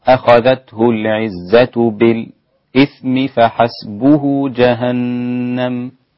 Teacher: الإمام حمزة وصلا يسكت على الساكن قبل الهمزة